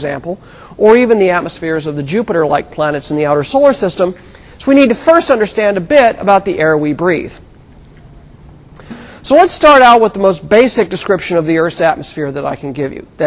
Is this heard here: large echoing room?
yes